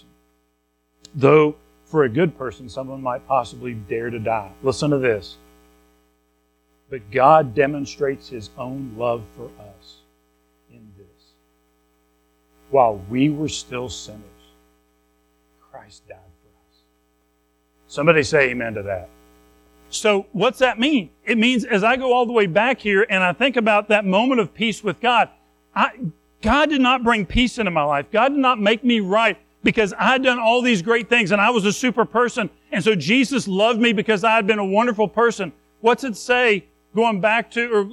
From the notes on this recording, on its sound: Recorded at Madison Baptist Church in Madison WV.